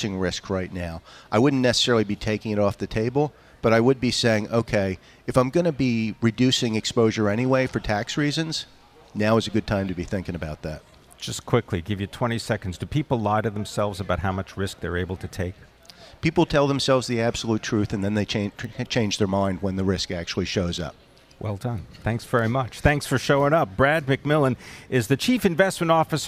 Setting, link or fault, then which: setting, busy venue